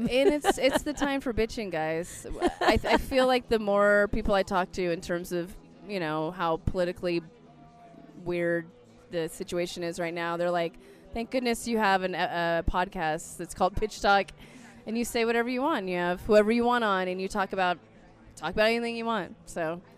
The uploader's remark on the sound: RENO. Recorded some late night gems deep in the casino right as the sun was coming up.